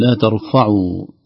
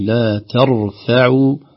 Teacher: لا تتأثر الفاء بالراء المفخمة قبلها · Shown in: second take · Term: ترقيق